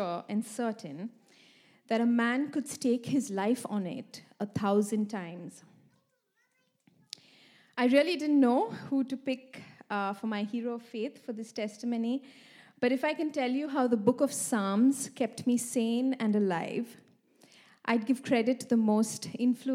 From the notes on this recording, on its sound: This message was recorded live at our Malmö Gathering on Sunday, August 6th, 2023.